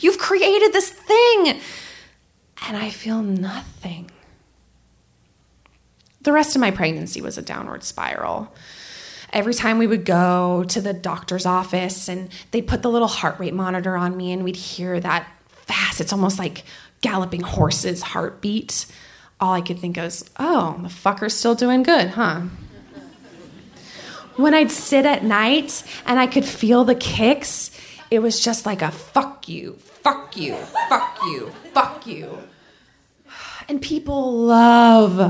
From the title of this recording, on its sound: Live From Portland 2!